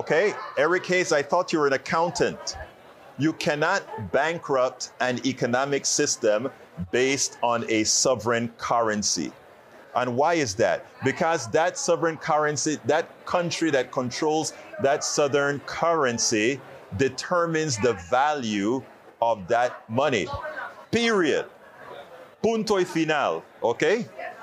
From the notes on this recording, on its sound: Live from Netroots Nation in Chicago (Day 1).